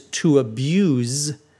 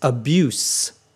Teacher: Notice that the verb is to abuse, and the noun is abuse. The S is unvoiced in the noun form · Shown in: second take